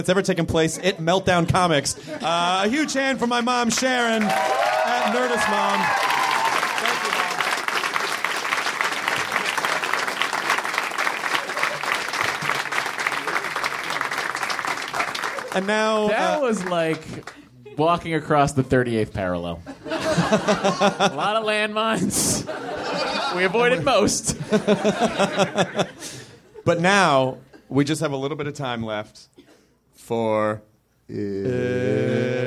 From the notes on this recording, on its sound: Do a live podcast at NerdMelt Showroom to celebrate.